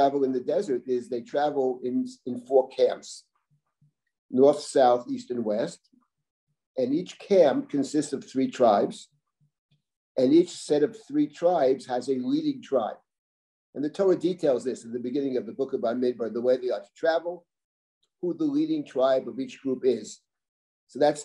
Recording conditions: video call